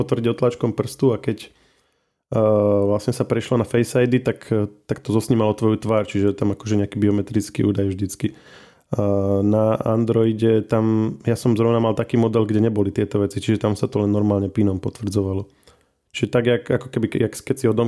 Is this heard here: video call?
no